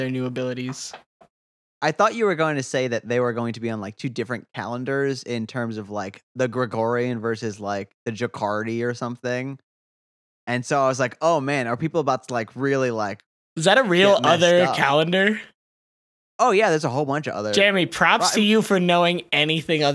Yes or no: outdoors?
no